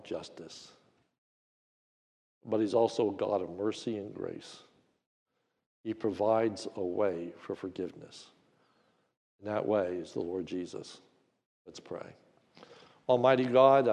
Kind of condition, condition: setting, large echoing room